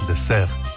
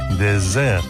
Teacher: se pronuncia con una S sonora, como la que antiguamente tenía el castellano, pero ya no · Shown in: second take · y que, por ejemplo, siguen teniendo en su sistema fonológico el catalán valenciano o el portugués.